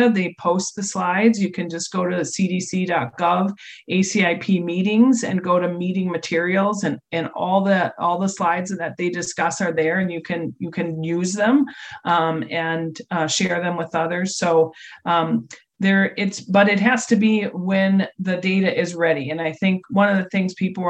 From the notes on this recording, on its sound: we invited those parents to a Zoom chat